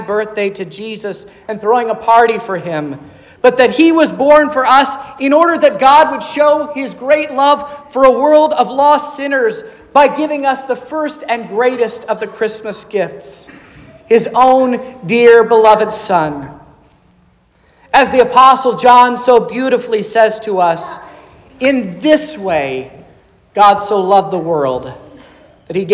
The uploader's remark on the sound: This is the sermon preached at Trinity Lutheran Church on Sunday, December 14th, 2023, which was Christmas Eve